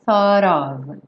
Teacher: Aqui nós temos a palavra thought, pensamento, mas esse T já vai juntar no of